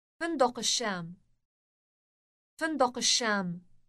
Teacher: Note the elongated sh sound.